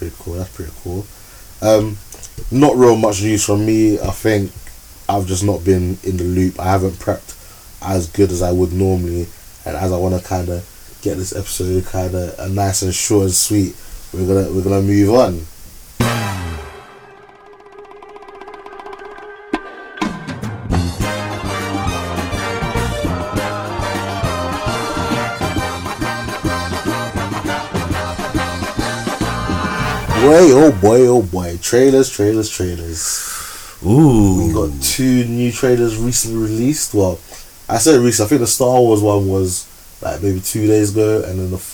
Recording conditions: poor sound quality